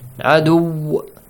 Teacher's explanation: عدو has a nabr sound. Nabr means a kind of jerk sound.